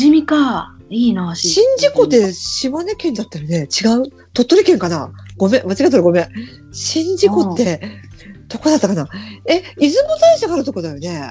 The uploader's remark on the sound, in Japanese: 広島・高知・島根。海外という事はあまり関係ないのかも知れないのですが、ネットの設定環境が安定せず、いつも以上に音質が乱れていてごめんなさい※。